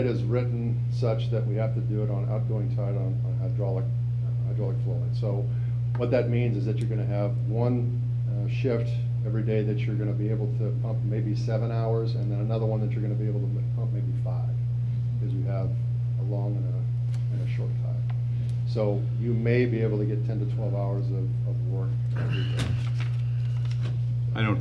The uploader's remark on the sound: Live recording, Port of Astoria Commission meeting